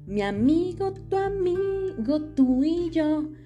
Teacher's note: Tu amigo, la U y la A se juntan formando una sola sílaba métrica. Tú y yo se forman, se juntan formando una sola, sola sílaba métrica. · Term: sinalefa